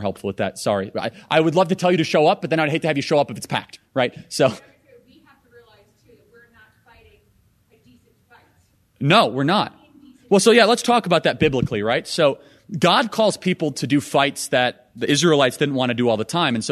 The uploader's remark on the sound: speech live from America’s heartland